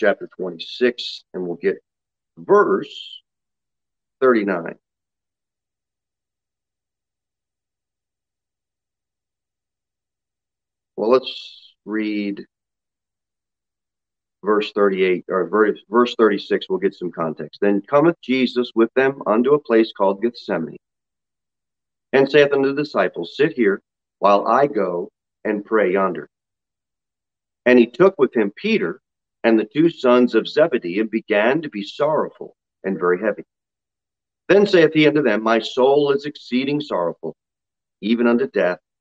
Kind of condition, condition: setting, large echoing room